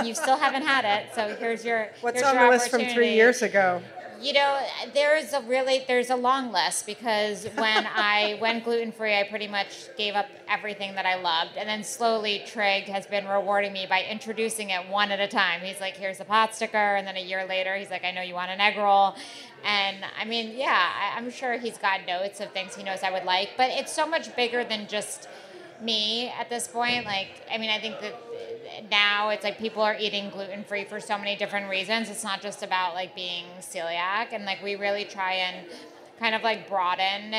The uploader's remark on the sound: Tech Bites Live at Industry City. Was recorded live at BIG aLICe Brewing Co.